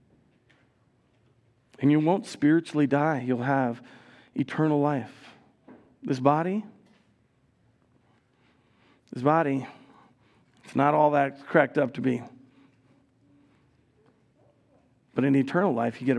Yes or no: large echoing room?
yes